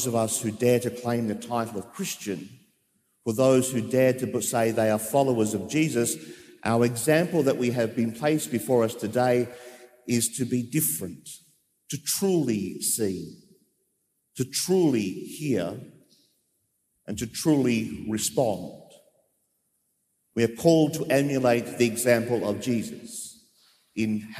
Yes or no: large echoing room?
yes